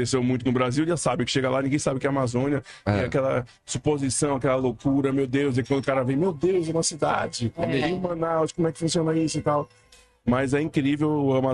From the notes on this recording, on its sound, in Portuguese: Pela primeira vez na história, o colorido e vibrante Festival de Parintins foi transmitido por podcast. Transmitindo ao vivo do coração do festival, o Bumbódromo.